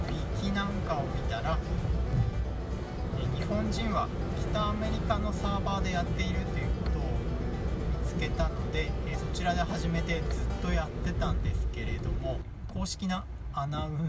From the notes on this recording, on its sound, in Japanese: 雨天、運転中の録音だったため、いつも以上に雑音が多いです